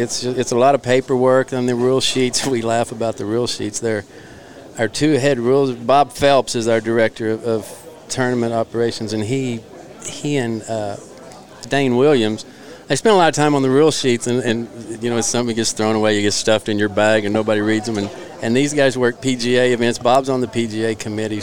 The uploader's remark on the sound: Live From Kickingbird for OGA State Junior!!